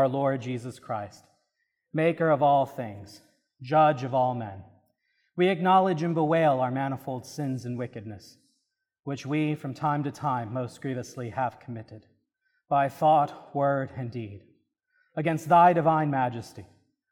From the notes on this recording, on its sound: This is a recording from the service of Holy Communion according to the Book of Common Prayer (1662).